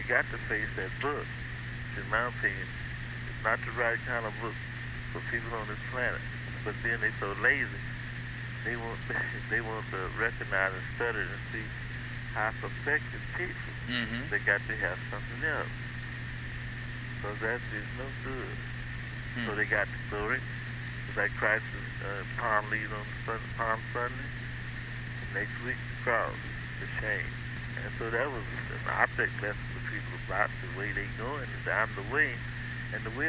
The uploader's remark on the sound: Phone call. The house in Philadelphia.